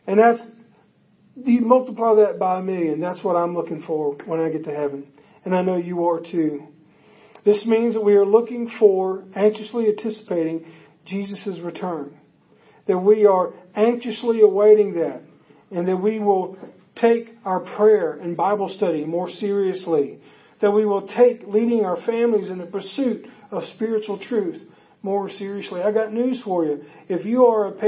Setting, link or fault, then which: setting, large echoing room